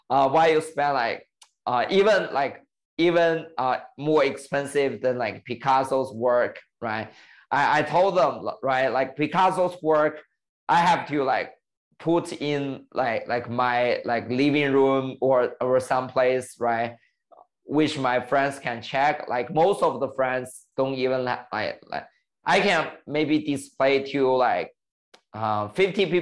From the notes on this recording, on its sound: Meet over zoom.